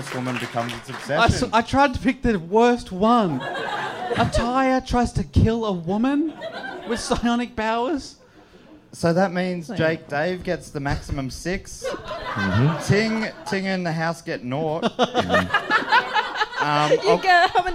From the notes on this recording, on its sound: The fourth episode was recorded live in Brisbane at Good Chat Comedy Club.